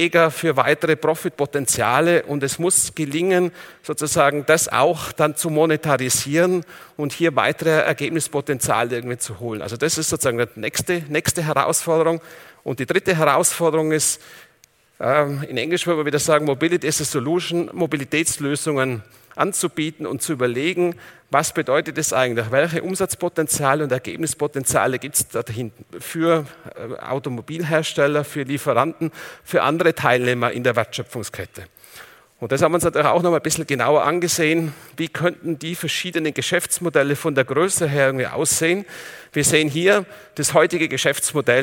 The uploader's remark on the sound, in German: In seinem Vortrag beim auto motor und sport Kongress 2019